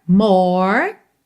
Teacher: Acaba o som no R enrolado, tá? Não tem E, não tem o som do E aí nessa palavra.